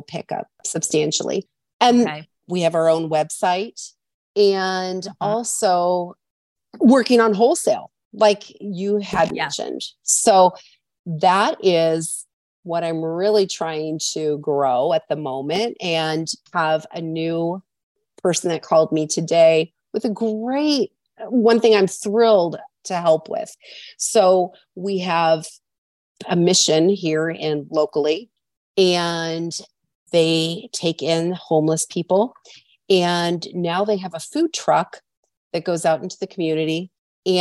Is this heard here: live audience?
no